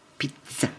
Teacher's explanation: in Italian, Z's almost like T. It's almost got a T in it.